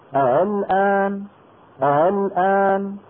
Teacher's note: هو النطق بالهمزة المسهلة بين الهمزة المحققة وحرف المد المجانس لحركتها · Term: التسهيل